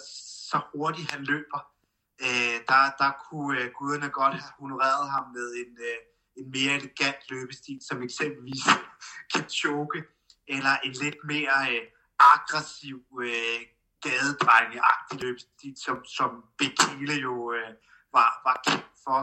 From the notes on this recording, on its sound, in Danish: Bemærk lyden hakker en lille smule på grund af den dårlig forbindelse.